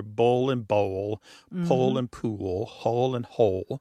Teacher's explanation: they all end in that L sound. And that L at the end of the syllable is known as a dark L.